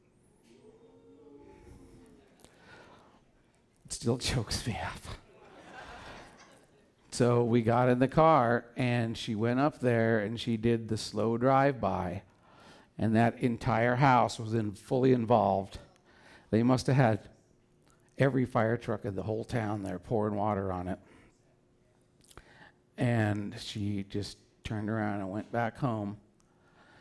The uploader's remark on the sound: Back with Portland Story Theater as part of their On The Road Show. Live at The Fremont Theater in Portland, OR.